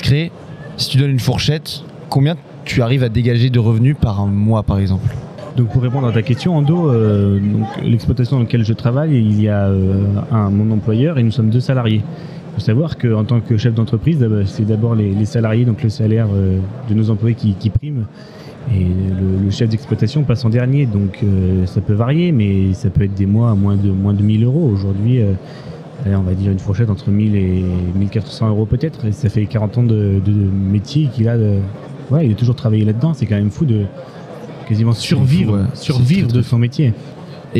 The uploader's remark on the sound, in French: Cette semaine nous avons enregistré un épisode spécial au Salon International d'Agriculture.